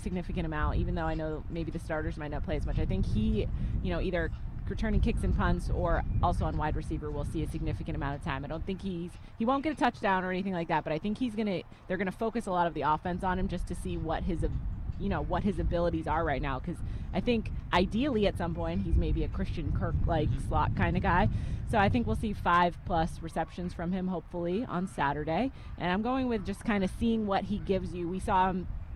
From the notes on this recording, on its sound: LIVE from the second day of joint practice with the Detroit Lions